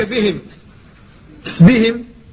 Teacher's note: فالباء هنا لا بد من الحفاظ عليها حتى لا تستعلي فتفخم، فينطق بها الإنسان على هيئتها فيقول بهم.